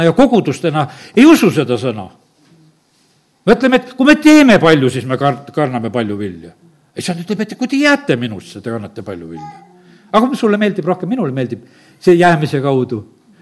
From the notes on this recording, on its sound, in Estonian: Audio salvestus koosolekult